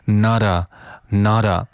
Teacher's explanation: 前面的这个 not 和这个 a 也进行了一个连读，读成 nada